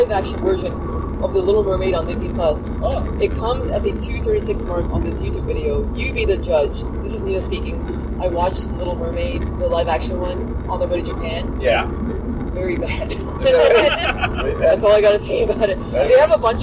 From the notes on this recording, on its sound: In the car